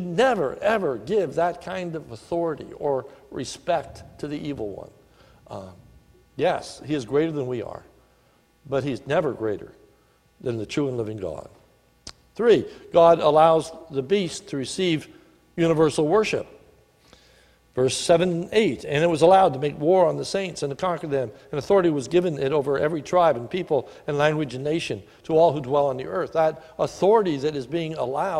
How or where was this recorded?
large echoing room